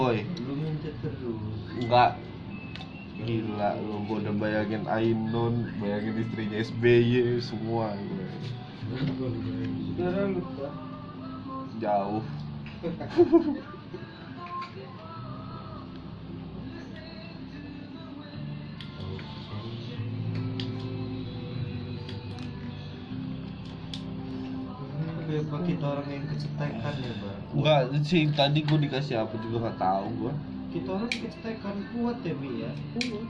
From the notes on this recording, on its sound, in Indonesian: Ya kualitas audio aneh